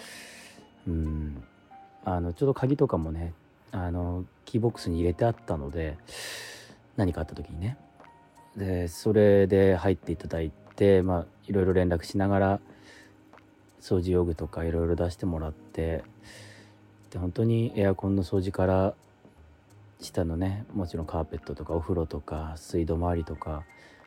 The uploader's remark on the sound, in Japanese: 無菌室なので空気清浄機のノイズや音量バランス等お聞き苦しいかもしれませんがあしからず。